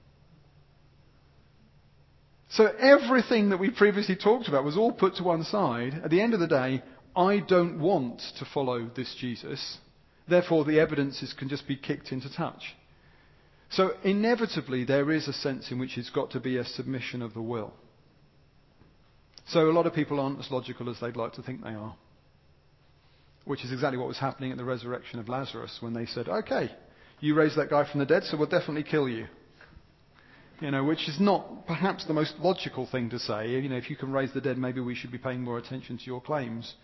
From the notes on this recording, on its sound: was recorded at North 2012 an event organised by ChristCentral, part of Newfrontiers.